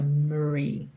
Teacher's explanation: Atenção que esse O é praticamente mudo, tá? Você não fala memory.